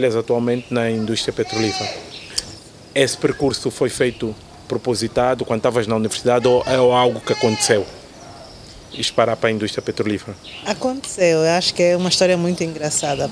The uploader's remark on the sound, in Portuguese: Neste um episódio especial, gravado no terraço de um prédio nos Combatentes.